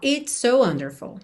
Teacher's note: Se eu tenho um S terminando uma palavra, um S começando a próxima, eu ligo no S só.